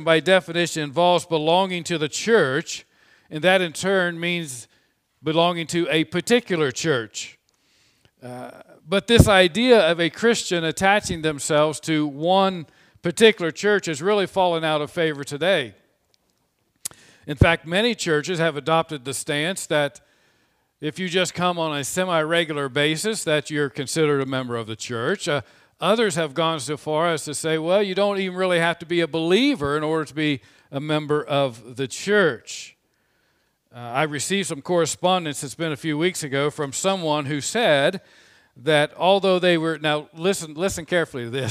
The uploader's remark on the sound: This sermon was preached on Sunday, January 31, 2021 from the pulpit of Grace Community Church in Berea, KY.